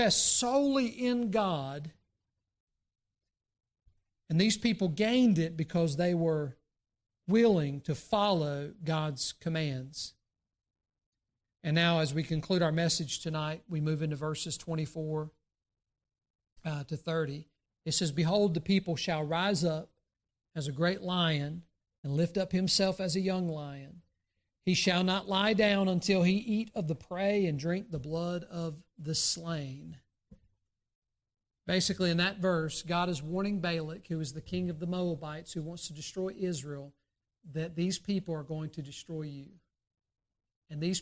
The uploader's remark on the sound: during the Sunday morning service on December 27, 2023, at Southside Baptist Church in Mount Airy, NC